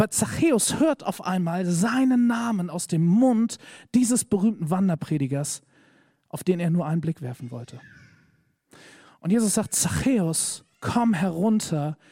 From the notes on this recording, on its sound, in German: Predigt im Rahmen des GreifBar+ Gottesdienstes